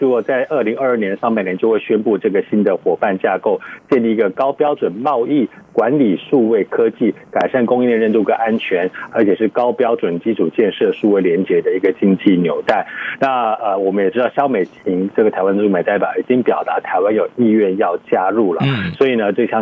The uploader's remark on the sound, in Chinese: 連線美國之音白宮記者。傳遞來自華府的第一手報導。